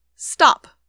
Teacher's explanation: notice that there's no puff of air after that T · Term: unaspirated T